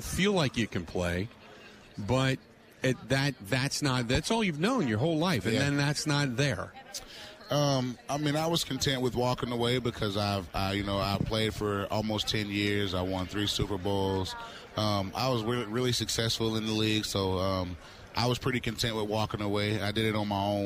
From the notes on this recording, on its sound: live on Radio Row in Los Angeles